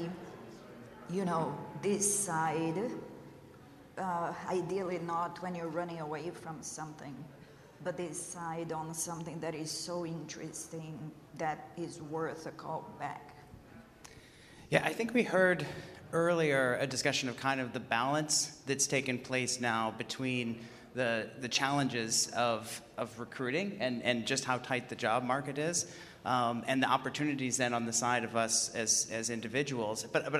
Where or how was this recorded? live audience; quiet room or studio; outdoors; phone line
live audience